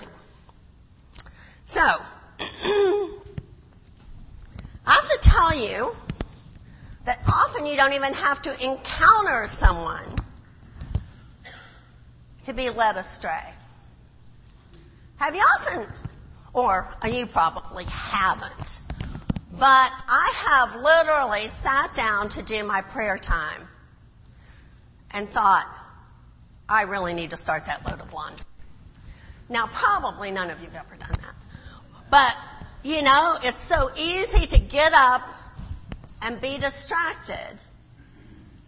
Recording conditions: large echoing room